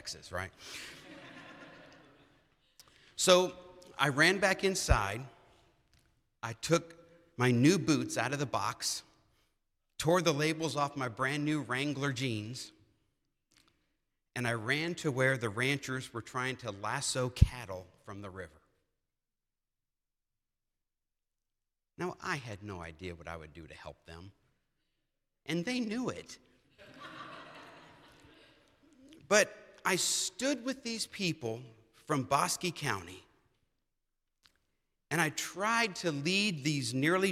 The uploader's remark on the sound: presented by Asbury Seminary Kentucky Chapel, recorded on Wednesday, September 20, 2023 at Asbury Theological Seminary's Kentucky campus